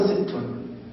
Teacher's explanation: الدال والسين يقلبان إلى تاء